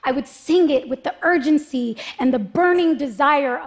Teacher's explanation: More volume, more intensity in her voice. Especially when she gets to the word burning. It feels like the word is almost exploding out of her mouth. · Term: emphasis